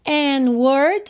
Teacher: você não ouviu o D, juntamos pelo N